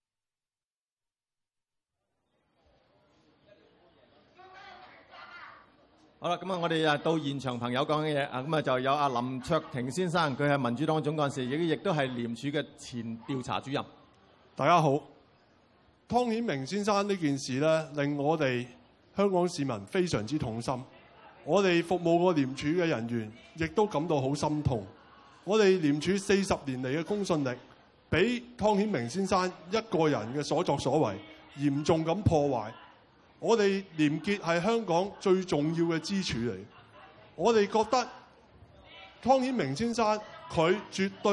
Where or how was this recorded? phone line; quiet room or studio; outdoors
outdoors